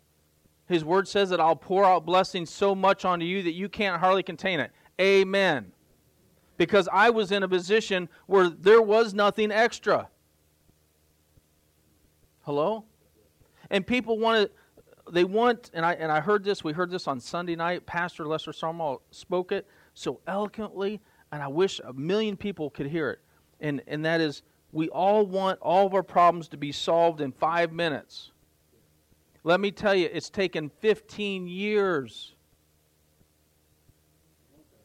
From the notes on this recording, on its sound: The Message you are about to hear was recorded Live at The River Worship Center, Warsaw Indiana.